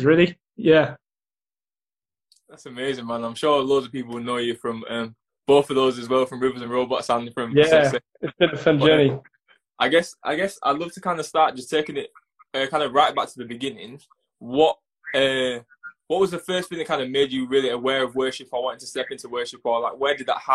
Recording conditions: video call